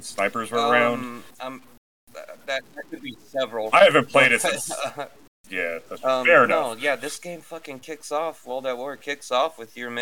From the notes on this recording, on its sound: we apologize if the quality isn't typical, we're trying a new recording set up